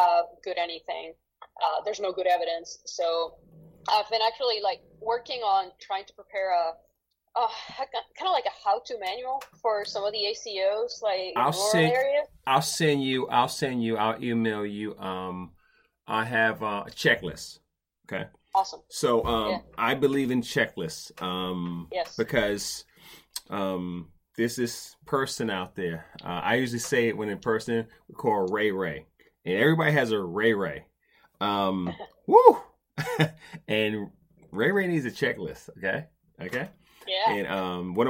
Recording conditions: poor sound quality